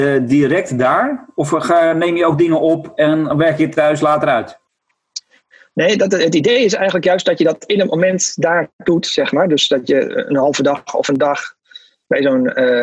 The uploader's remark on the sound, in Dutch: Niet vanuit een gelikte radiostudio, wel vanuit huis via Zoom.